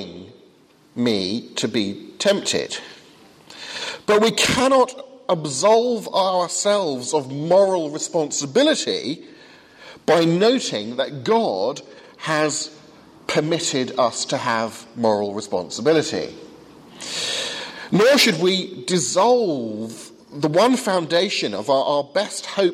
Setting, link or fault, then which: setting, large echoing room